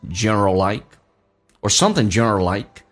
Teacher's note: 美式发音 a 跟 l， a 跟字母的 r 都可以被 r 跟 l 吸收，所以就变成 general